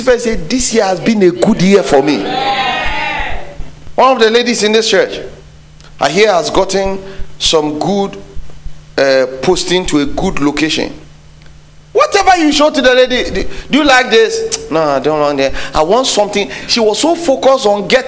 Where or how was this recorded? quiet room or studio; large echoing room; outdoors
large echoing room